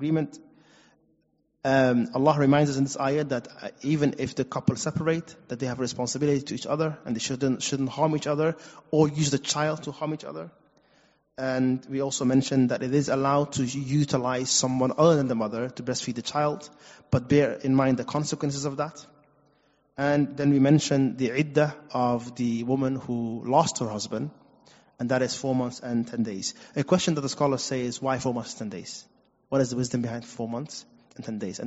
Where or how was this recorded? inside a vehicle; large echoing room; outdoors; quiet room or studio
large echoing room